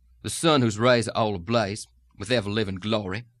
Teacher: a lot less pitch variety in that plantation sort of region than there would be pitch variety and intonation going on in the general South · Term: plantation sound